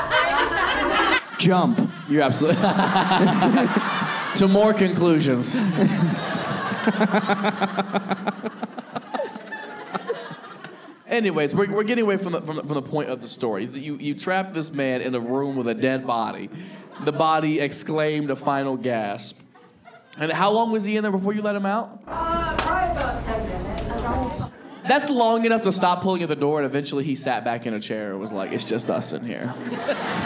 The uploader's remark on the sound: Live Show Start & Audience Pranks. This episode was filmed in front of a live audience at a comedy club.